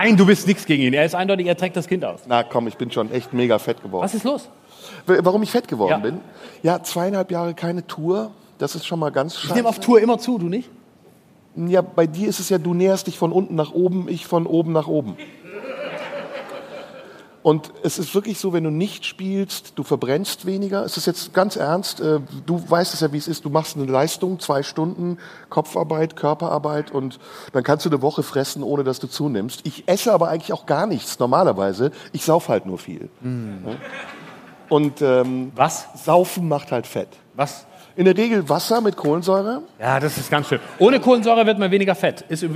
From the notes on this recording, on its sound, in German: Live im Tipi. Vor Publikum im Tipi am Kanzleramt. Dabei spielt die glühende Hitze im Zelt eine Rolle.